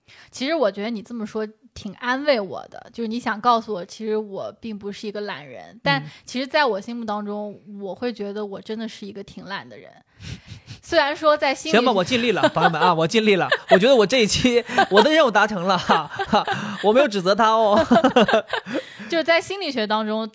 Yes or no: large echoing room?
no